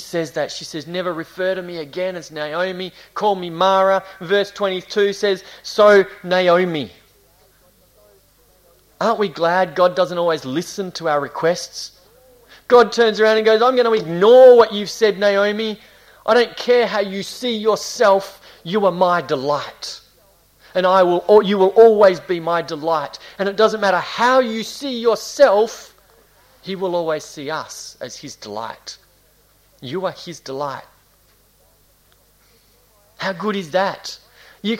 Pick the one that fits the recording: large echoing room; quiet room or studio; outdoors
large echoing room